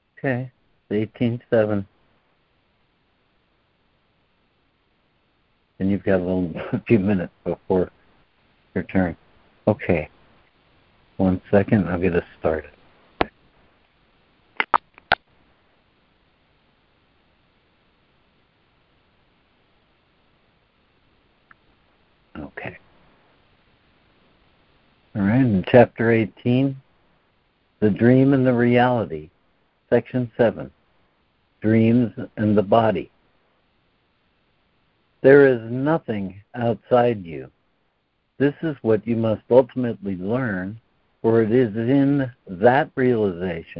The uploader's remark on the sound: ACIM Daily Conference Call.